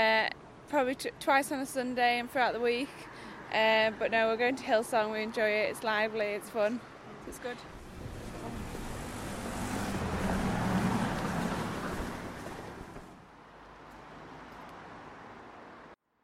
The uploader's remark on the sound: Walks around different parts of Camden asking passersby to talk to her for 5 minutes. The aim is to capture a cross-section of street life in this diverse and eclectic borough of London. The second episode was recorded in Eversholt Street and Mornington Crescent early on a Sunday morning.